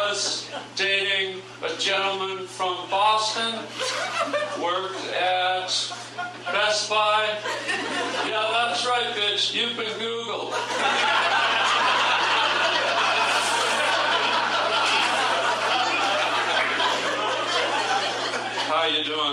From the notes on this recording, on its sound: Stand up LIVE at Hollywood comedy club. Recorded live at the Hollywood Improv.